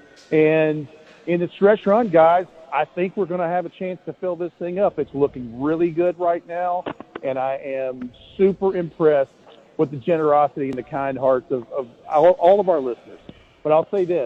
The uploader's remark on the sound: live at BWW